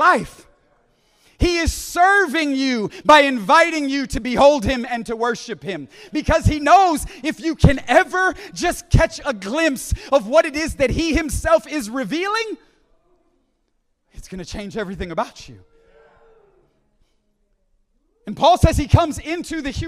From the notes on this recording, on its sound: at the Deeper Conference hosted by Home Church in Long Island, NY.